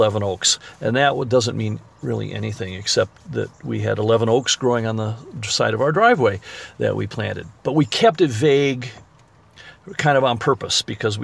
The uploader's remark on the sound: If you listen carefully, you may hear the sound of the intermittent windshield wipers going across the glass. During a summer storm, as they were talking amongst the raised bed vegetable garden, planted in what was the parking lot of an abandoned building.